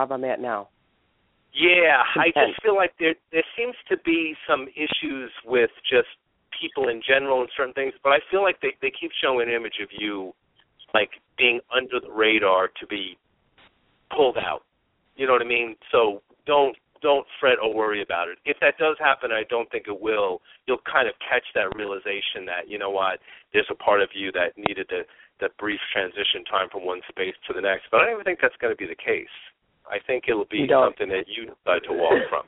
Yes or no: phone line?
yes